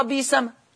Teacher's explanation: يبدل ورش همز لفظ بئس ياء